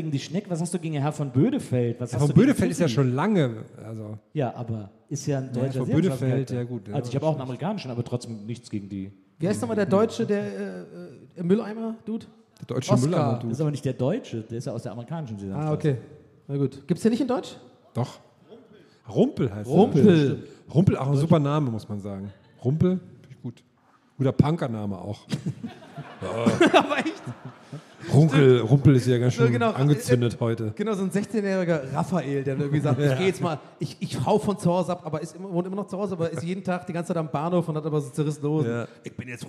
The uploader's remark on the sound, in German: Gästeliste Geisterbahn war live in Bremen.